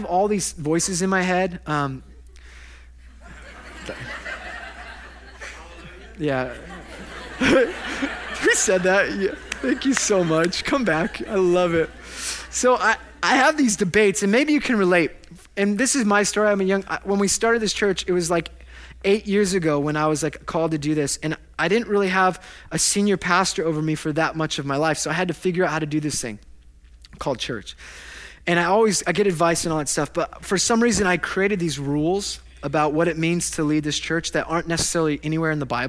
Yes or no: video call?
no